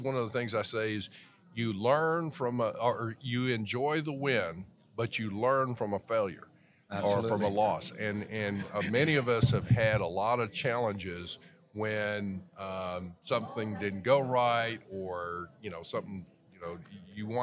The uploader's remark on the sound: Visiting with attendees of the ICPA 2022 Fall Conference. We set up our microphones and cameras to talk to attendees, sponsors, exhibitors, and the host of the event.